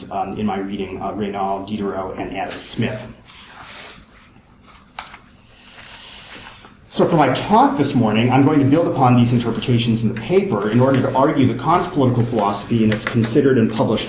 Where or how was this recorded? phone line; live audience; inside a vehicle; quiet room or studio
live audience